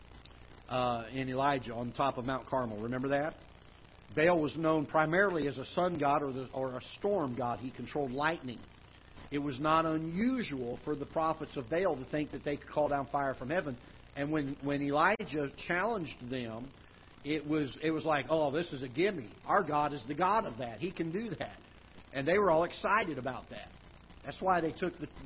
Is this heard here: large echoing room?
yes